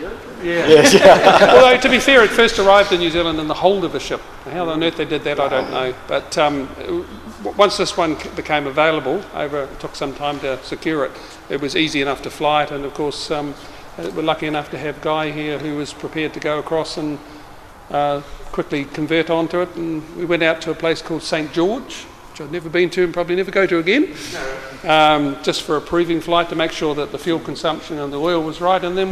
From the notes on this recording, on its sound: Forum Meet At Biggin Hill Hangar RNZAF Base Ohakea 2012. This is a recording of the really fascinating talk.